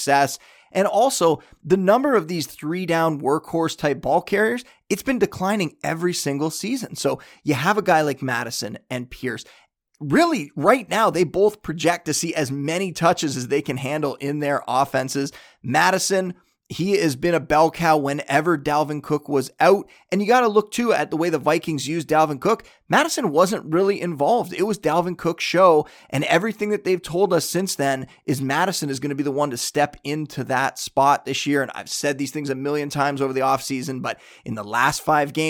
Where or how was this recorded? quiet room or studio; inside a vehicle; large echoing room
quiet room or studio